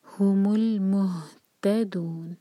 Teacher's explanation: ہا کو سینے سے اچھے سے نکالیں، اس میں بالکل بھی حلق کو استعمال نہ کریں